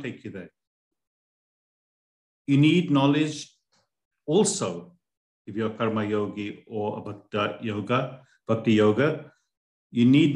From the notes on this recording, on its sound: A live recording of a Bhagavad Gita class given virtually on the 11th of June 2023.